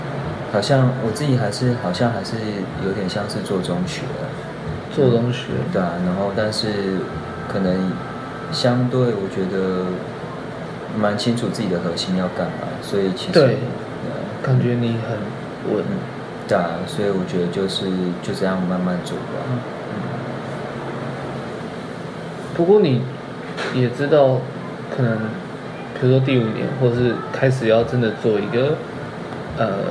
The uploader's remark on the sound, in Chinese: 直接不孝的坐下來假裝客人開始聊天，然後又不小心按到iphone7的語音備忘錄的錄音鍵。